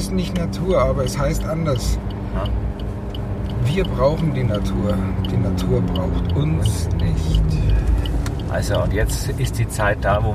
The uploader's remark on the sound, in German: Auf dem Feld mit dem Field Recorder. Ein Podcast war nicht geplant.